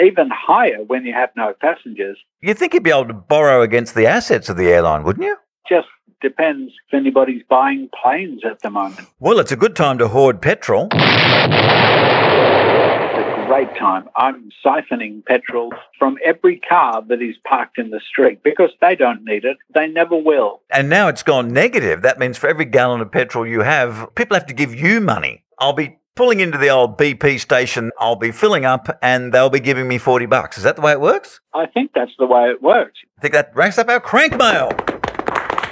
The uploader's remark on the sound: on the Bungaphone